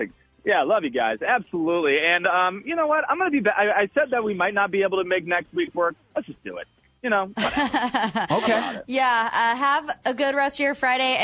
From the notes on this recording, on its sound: phoned in to tell us